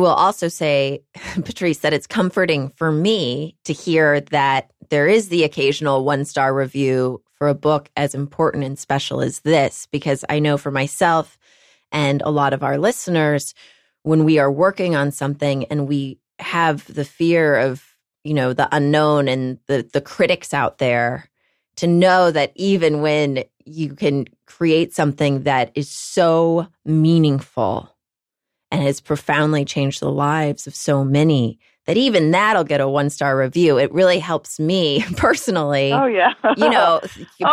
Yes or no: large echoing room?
no